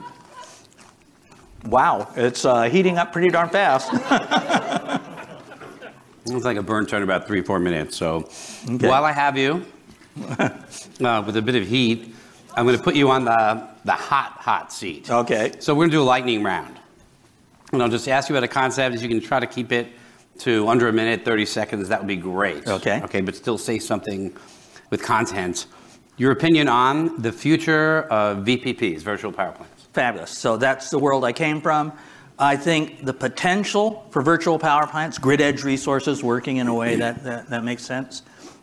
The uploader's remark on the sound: Recorded Live consuming Hot Ones level hot sauces at The GridWise Alliance's annual gridCONNEXT conference!